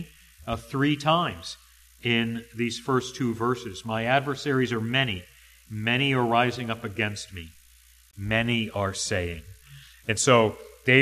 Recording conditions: large echoing room